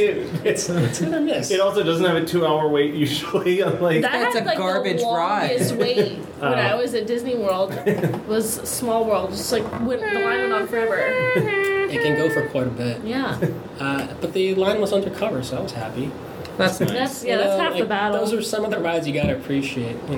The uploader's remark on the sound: we sat down with him in our office (So audio may be a little echo-y)